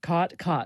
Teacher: there you have what's called the caught merger, or in linguistic circles, the low back vowel merger